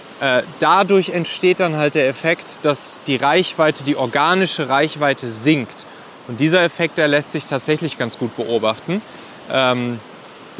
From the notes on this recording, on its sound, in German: Aufgenommen am Strand in Lettland.